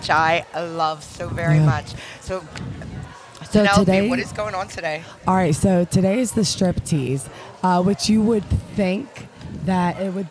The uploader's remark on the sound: It's Tuesday LIVE from Hedo on the main stage, for the Strip Tease Competition.